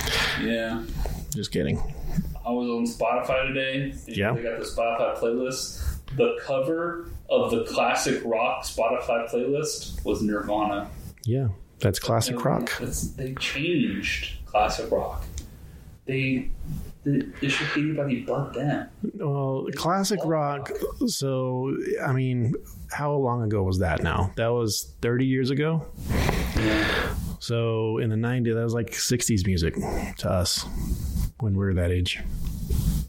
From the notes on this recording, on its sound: AUDIO ALERT!!!!! The audio isn't perfect, but it is manageable.